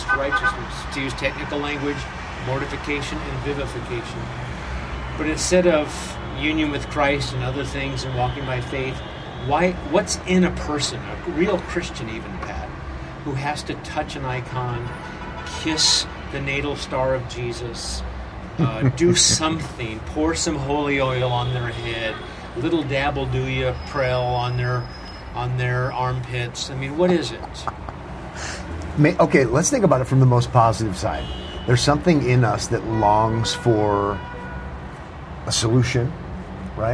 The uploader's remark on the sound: Recorded on location in Israel.